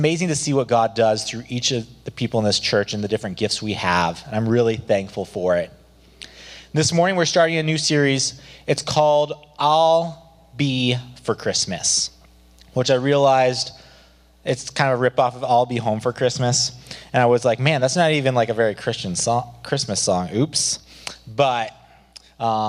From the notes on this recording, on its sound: Below you’ll find an audio only recording of our service. Cedar Valley Church.